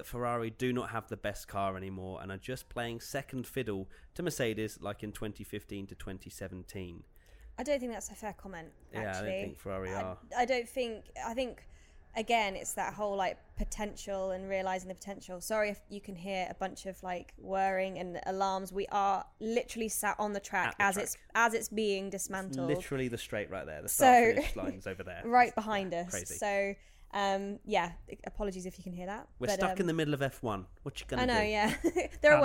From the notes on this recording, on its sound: live from Baku City Circuit